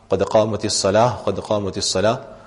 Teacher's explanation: And likewise قَدْ قَامَتِ الصَّلَاةِ قَدْ قَامَتِ الصَّلَاةِ، that you won't say قَدْ قَامَتِ الصَّلَاةُ قَدْ قَامَتِ الصَّلَاةِ، but again sukoon on the ta, you read it as a ha.